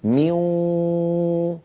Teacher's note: أنطق واو وغنة معا متساويين في القدر · Term: إدغام بغنة